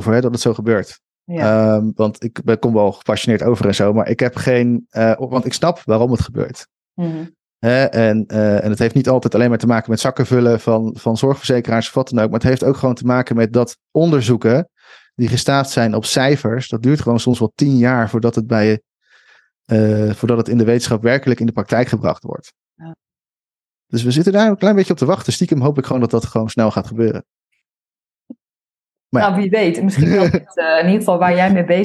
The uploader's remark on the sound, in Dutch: Deze aflevering is een opname via ZOOM.